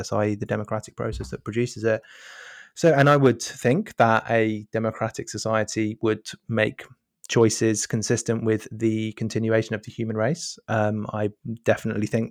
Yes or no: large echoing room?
no